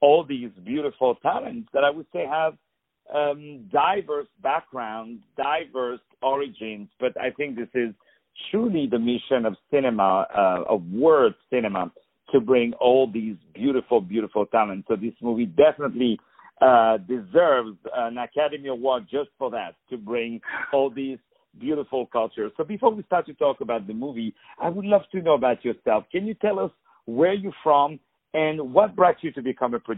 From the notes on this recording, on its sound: On the phone